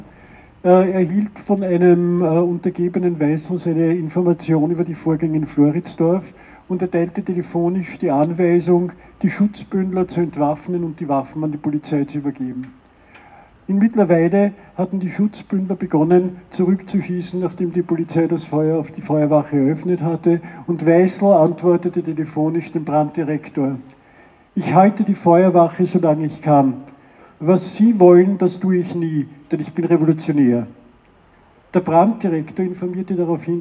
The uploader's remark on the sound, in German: 180–200 Personen beteiligten sich in Wien-Floridsdorf an einer Demonstration. Unkommentierte Aufnahme der Kundgebungen vorm Bahnhof Floridsdorf, bei der Feuerwache in der Weisselgasse.